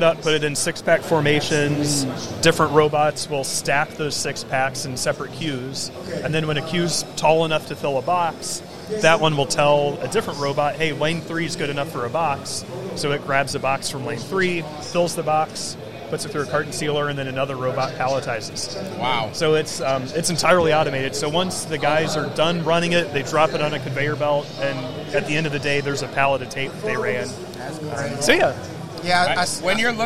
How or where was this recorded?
busy venue